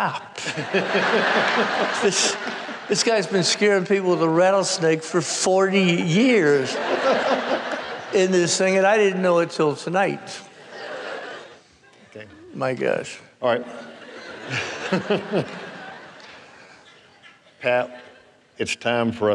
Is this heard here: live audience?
yes